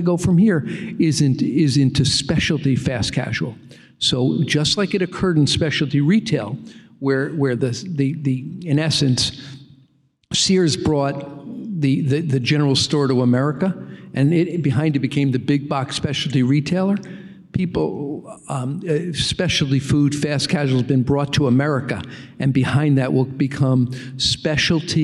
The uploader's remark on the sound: At a live Motley Fool member event in New York